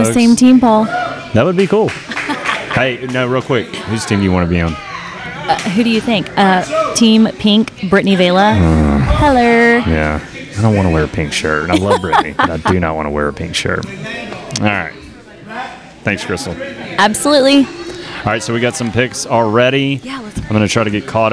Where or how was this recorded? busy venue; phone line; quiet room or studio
busy venue